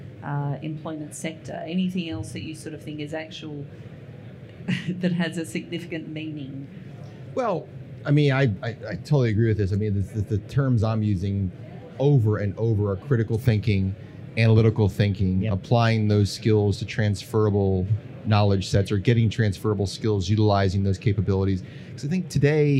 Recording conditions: busy venue